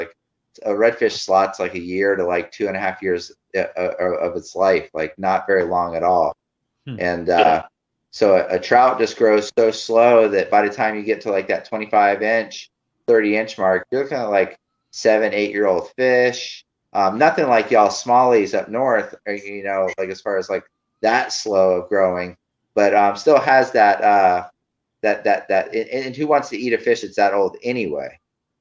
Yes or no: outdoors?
no